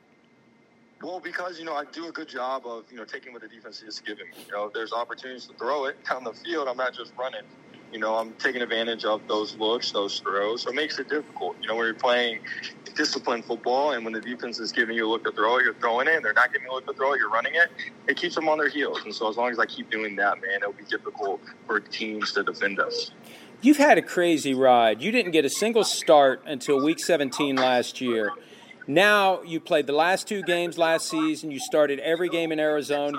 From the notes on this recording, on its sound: Chats by phone with the following players following their week 9 wins.